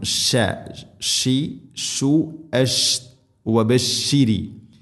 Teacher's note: ഷീൻ എന്ന അക്ഷരത്തെ പരത്തി ഉച്ചരിക്കണം.